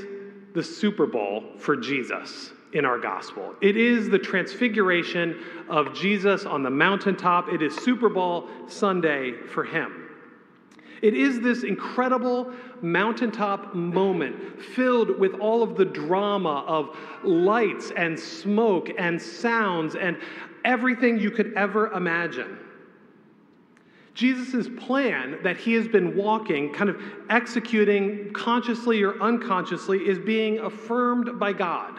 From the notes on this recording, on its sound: A homily preached on the Last Sunday after the Epiphany, February 11, 2024